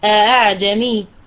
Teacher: لن أنطق بهمزة كاملة أحققها من مخرجها، ولكن أنا سأصل للحلق ولكن لن أنطق بها همزة، فأنا أنطقها بين الهمزة وبين الألف، هذا إذا كانت مفتوحة. · Term: الهمزة المسهلة